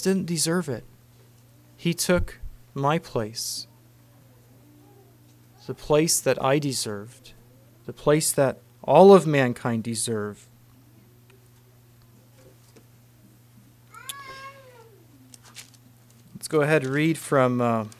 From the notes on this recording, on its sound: Message preached at Word of Hope.